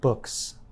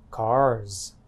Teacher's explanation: Books has a S sound at the end, while cars has a z sound at the end.